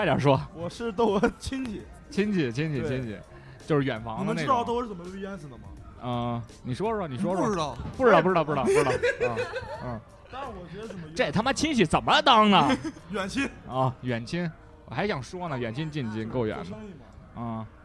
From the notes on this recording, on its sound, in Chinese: 感谢牛啤堂NBeerPub提供录音场地和酒水支持